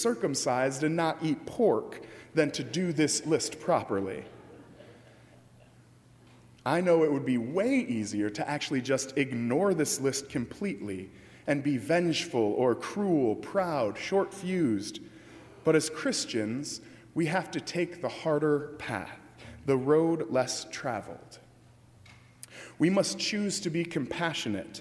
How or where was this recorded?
large echoing room